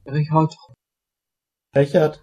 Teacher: En alemany estàndard, el nom de pila de Wagner conté un so molt difícil de reproduir en català, perquè no el tenim. És una fricativa entre sh i ch, però no és exactament cap d'aquests dos sons.